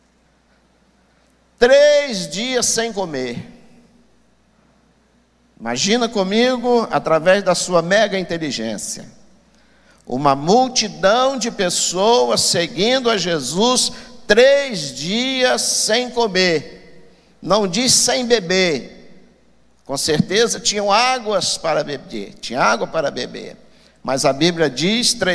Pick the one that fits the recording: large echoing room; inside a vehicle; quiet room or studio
large echoing room